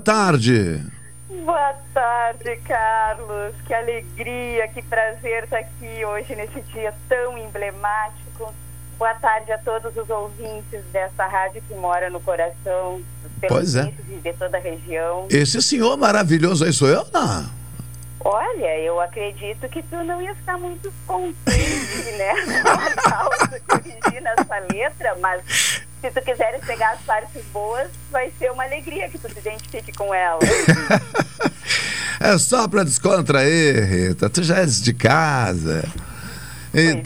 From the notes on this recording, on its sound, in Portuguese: por telefone